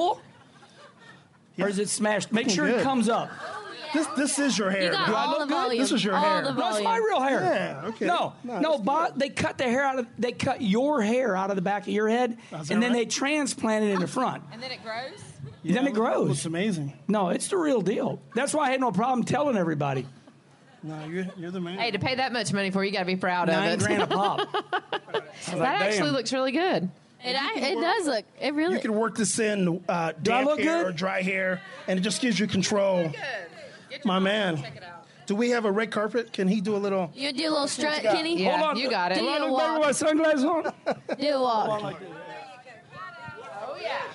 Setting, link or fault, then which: setting, busy venue